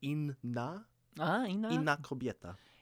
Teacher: you have to kind of pronounce both N's individually